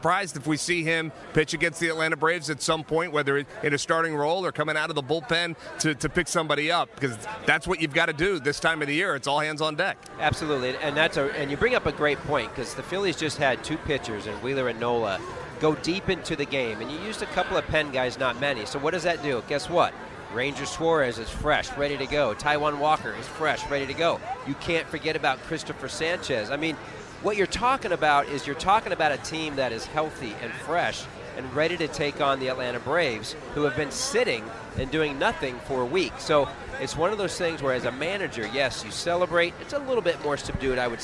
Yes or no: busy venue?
yes